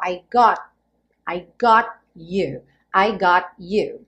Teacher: o T viria cortando o som do O · Term: consoantes oclusivas